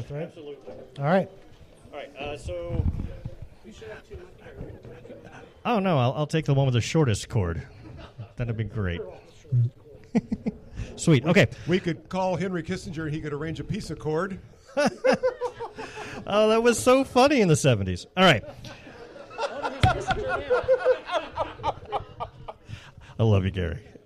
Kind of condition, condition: setting, live audience